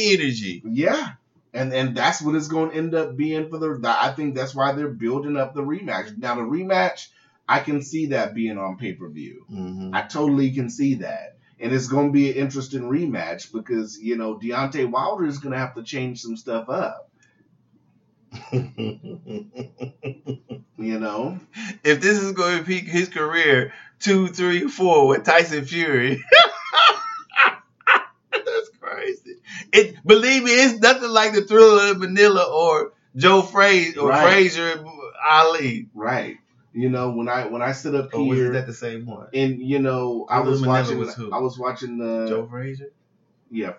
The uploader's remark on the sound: accidentally recorded the episode in the wrong setting so it's a throwaway LOL